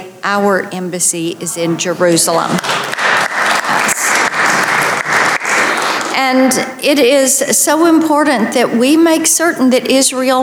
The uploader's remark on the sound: Delivered her remarks at the Solidarity with Israel event, organized by the International Leaders Summit and America's Roundtable. On Capitol Hill.